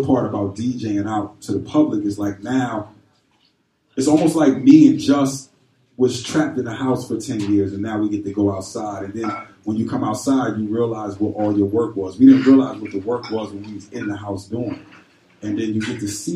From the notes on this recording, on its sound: We are live from the beautiful G Star Brooklyn store at 118 N 4th St, Brooklyn, NY 11249. This is our first stop on the tour so we hope you enjoy.